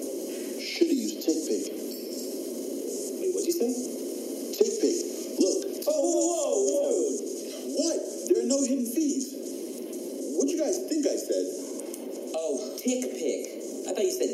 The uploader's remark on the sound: Coverage of the MLB Winter Meetings LIVE from San Diego